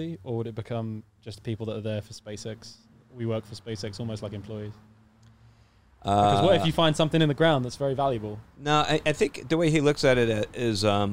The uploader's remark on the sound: joins the boys in the truck